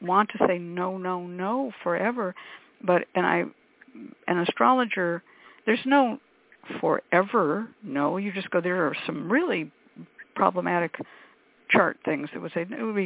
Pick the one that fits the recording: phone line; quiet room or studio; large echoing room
phone line